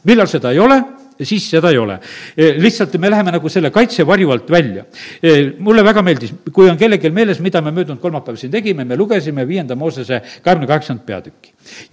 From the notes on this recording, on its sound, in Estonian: Audio salvestus koosolekult